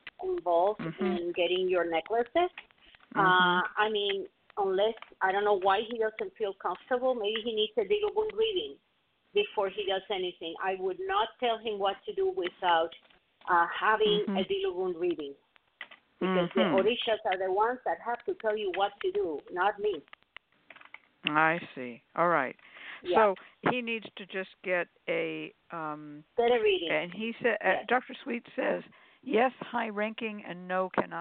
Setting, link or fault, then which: link, phone line